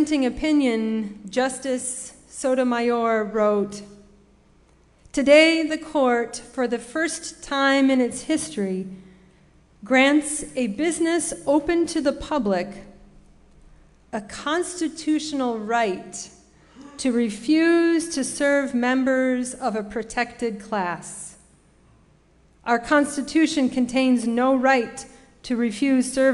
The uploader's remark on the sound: Sermon preached at RCHP